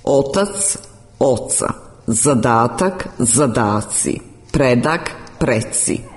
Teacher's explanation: Na granici predsufiksalnog dijela osnove i sufiksa suglasnici t i d se gube ispred afrikata c, č, dž, ć i dž.